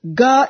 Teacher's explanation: For instance, when we say Om Ganana Antwa Ganapati Gum Havamahe, in this small piece of the Vedic mantra, we can find the varieties of intonations. Om Gana, Ga is pronounced one small syllable, this syllable or the letter is chanted downward. Om Gana Na Na A, but the second letter, second syllable, Na, goes up twice.